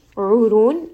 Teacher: ayn is going to be from the middle of the throat. Ra in this case is going to be heavy.